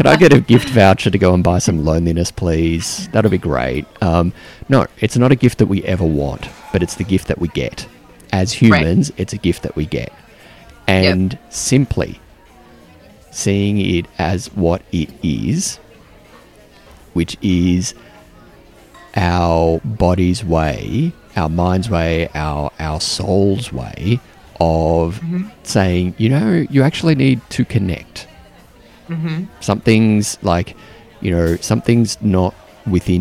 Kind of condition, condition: setting, busy venue